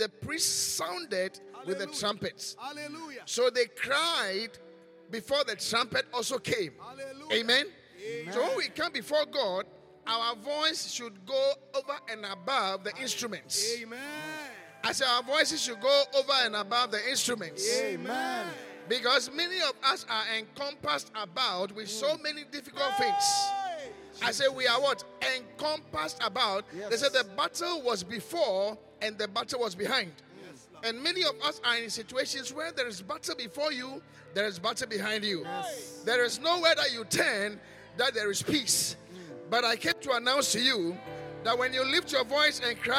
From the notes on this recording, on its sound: Preached at the Qodesh